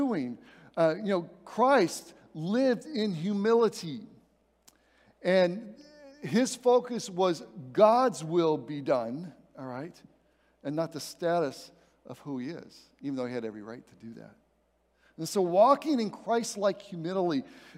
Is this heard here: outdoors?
no